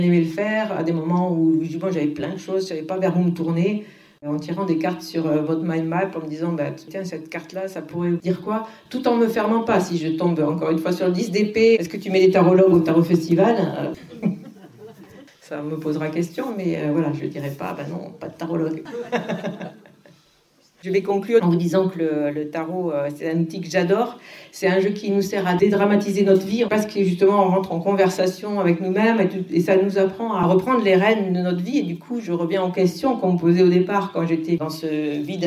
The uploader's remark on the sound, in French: Cet épisode est l'enregistrement de la conférence que j'ai donné au Tarot Festival 2022